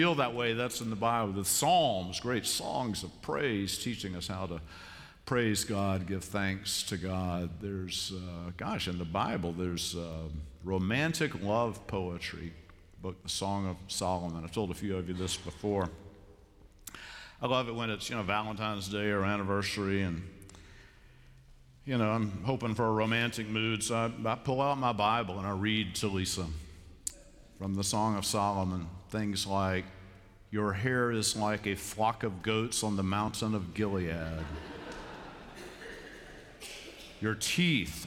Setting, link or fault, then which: setting, large echoing room